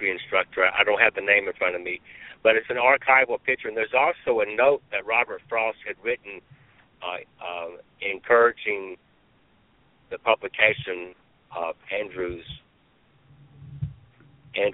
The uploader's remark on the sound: Featured callers from Canada, Australis, Chicago, Montclair, New Jersey, Camarillo, California, Evanston Illinois, Kansas City, Missouri, and Birmingham, Alabama.